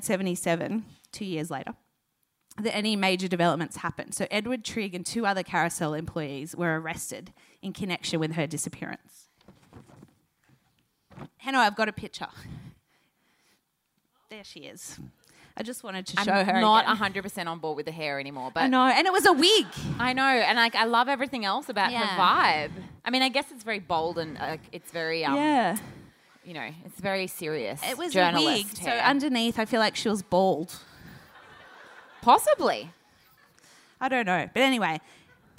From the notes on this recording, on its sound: AAMH's Sydney live show - recorded on Dec 5 at Marrickville's Factory Theatre